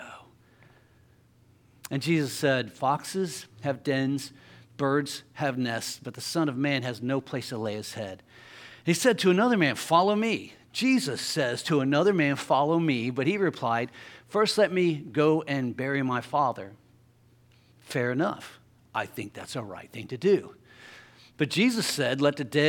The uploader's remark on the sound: LIVE Services at Sunshine